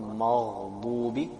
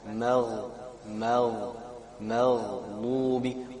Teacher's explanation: the ميم must not become heavy · Shown in: second take · So not ما، not مغضوبي، don't make your mouth round, ما، ما، empty and flat.